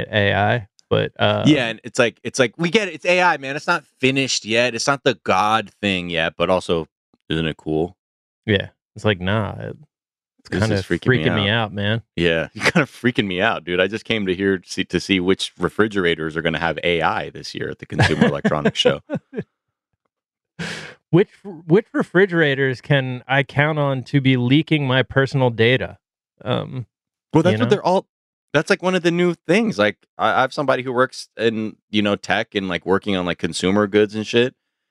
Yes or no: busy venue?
no